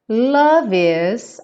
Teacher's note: Love is, aqui a gente junta o love com is, já que o E do love não é pronunciado